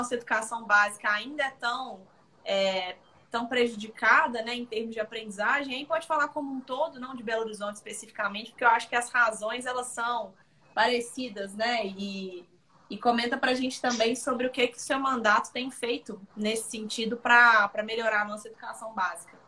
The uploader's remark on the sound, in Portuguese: Live feita no Instagram